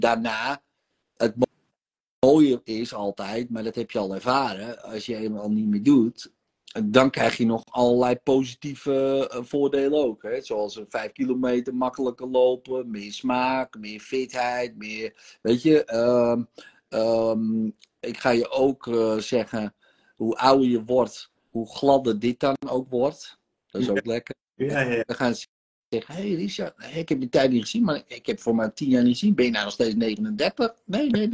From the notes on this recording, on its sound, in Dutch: de sessie die ik live doe op Instagram